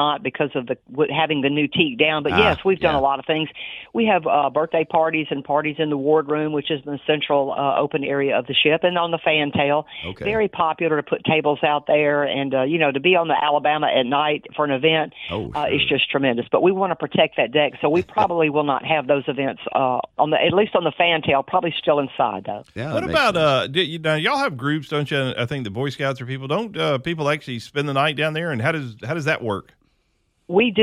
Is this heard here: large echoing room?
no